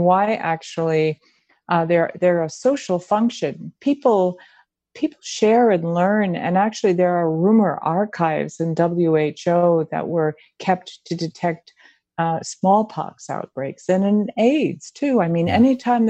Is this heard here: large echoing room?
no